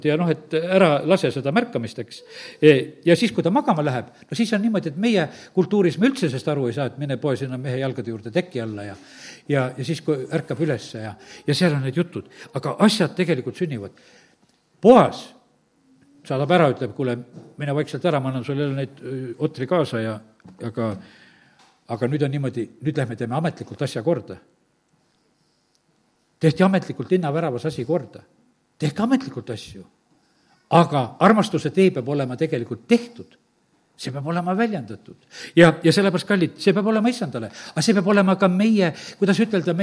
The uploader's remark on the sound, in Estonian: Audio salvestus koosolekult